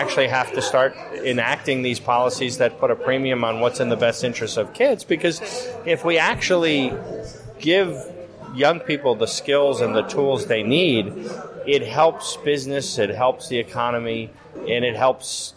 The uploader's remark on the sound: spoke at our very first Future of Work Conference held last year in November of 2019 at Pasadena City College